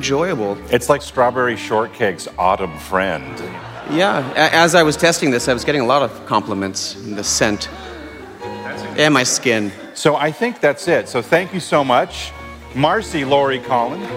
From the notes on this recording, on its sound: We come to you live (well, we recorded it live) from the Trader Joe’s Annual Captains Meeting. Every year, we gather every Captain from every Trader Joe’s across the country together.